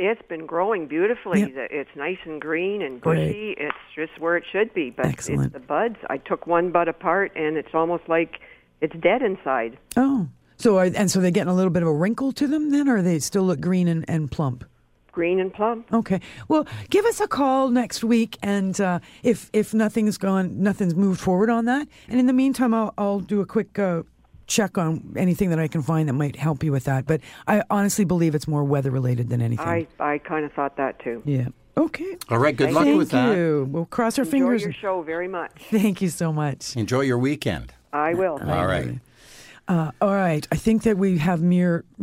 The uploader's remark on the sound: A special phone call from a friend of the show.